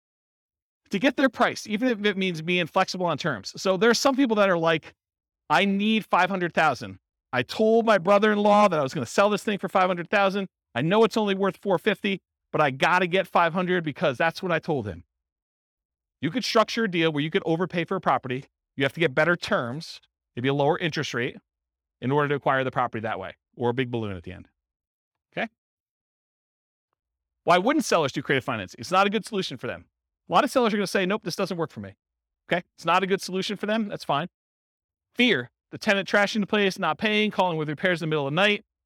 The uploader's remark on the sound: This was a live class recorded